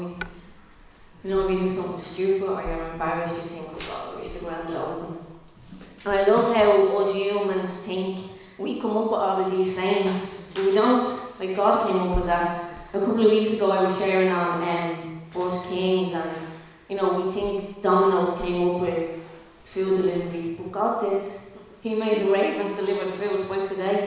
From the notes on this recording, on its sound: Recorded live in Liberty Church on 3 April 2022